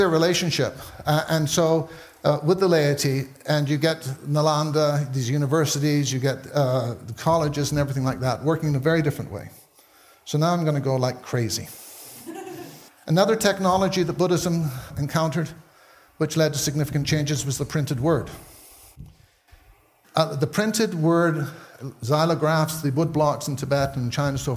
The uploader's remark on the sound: taken from the Buddhist Geeks Conference in 2012